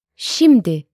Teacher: words that have the stress on their first syllables